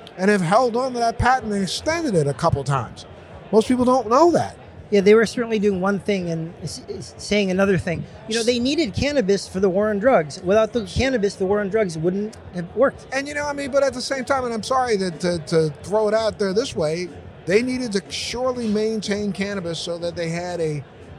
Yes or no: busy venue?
yes